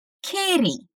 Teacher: a gente vai pronunciar os T's como se fosse um R.